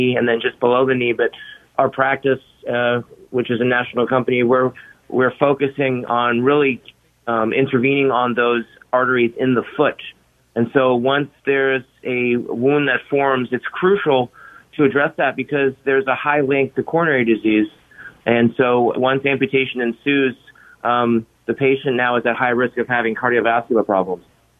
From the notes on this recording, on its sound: An Interventional Cardiologist with Modern Vascular in the Phoenix area of Arizona, was listening to the show and called.